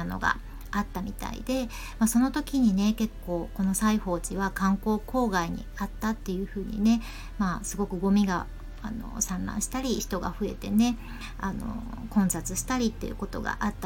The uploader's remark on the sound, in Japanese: 何度かにわけて収録したため、声質・声量・話すテンポが変わってしまい、雑音も入り。Stand.fm。